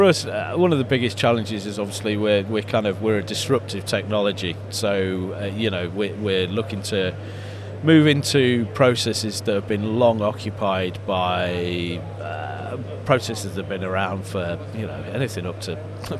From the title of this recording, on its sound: Live from formnext 2022